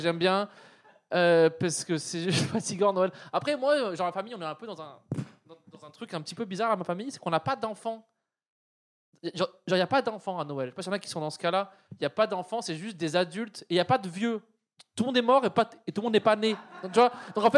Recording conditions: live audience